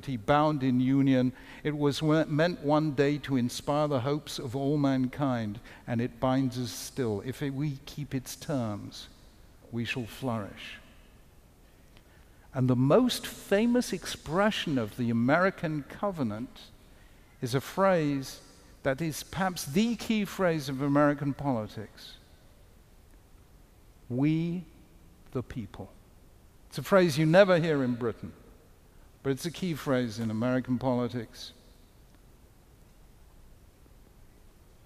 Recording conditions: live audience